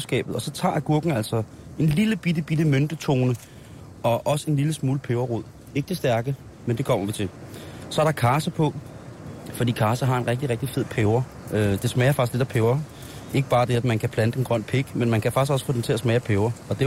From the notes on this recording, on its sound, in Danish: har lige sendt live fra Folkemødet på Bornholm